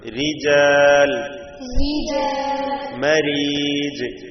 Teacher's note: ഫത്ഹോ ദമ്മോ വരുമ്പോ തഫ്ഹീം ചെയ്യണം, ഇവിടെ കസ്റ് വന്നു, റായിന് കസ്റ് വന്നപ്പോ തർക്കീഖ് ചെയ്തിരിക്കുകയാണ്